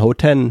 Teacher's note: L am Ende von einem Wort wird äh, ein N, das heißt es ist dann nicht Hotel, sondern Hotel.